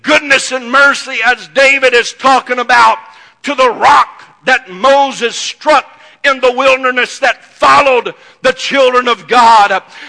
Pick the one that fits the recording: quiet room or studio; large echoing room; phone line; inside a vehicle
large echoing room